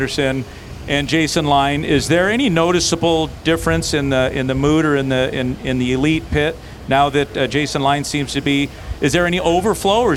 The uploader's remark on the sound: Live from the pits in Brainerd